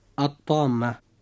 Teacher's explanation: كلمة الطامة جاء بعد لام التعريف في هذه الكلمة حرف الطاء، وحرف الطاء هذا من الحروف الباقية بعد الحروف 14 التي ذكرناها لحضراتكم، فننطق اللام هنا بطريق الإدغام